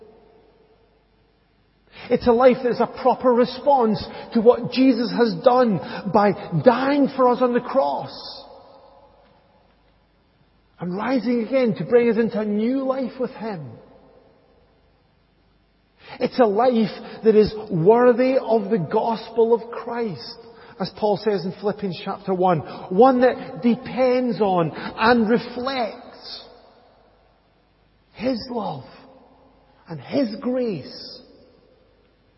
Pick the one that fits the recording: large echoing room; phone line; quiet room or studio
large echoing room